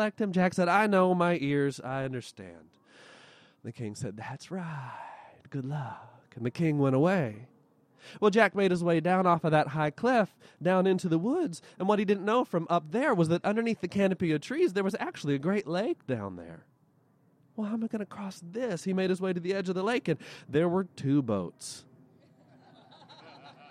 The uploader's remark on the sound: tales at the PowellsWood Storytelling Festival in Federal Way, Wash.